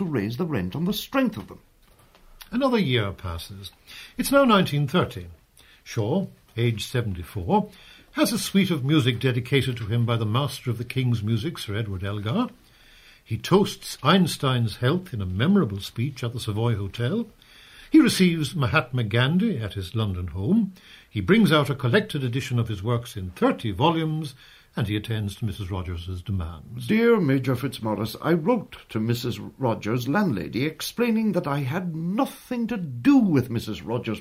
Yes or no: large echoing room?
no